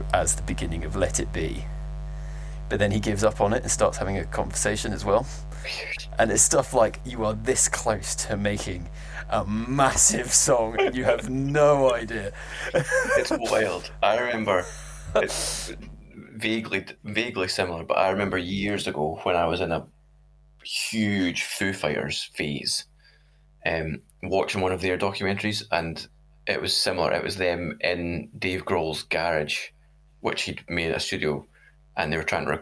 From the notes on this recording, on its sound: Sorry for the awful buzz throughout, we're working on a fix for next week.